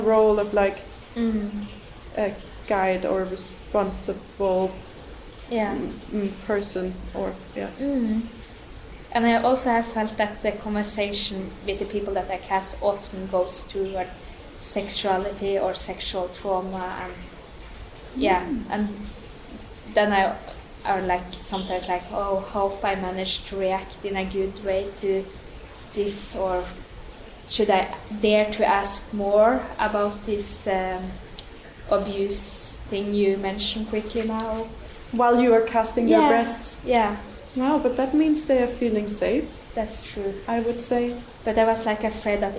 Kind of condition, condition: setting, large echoing room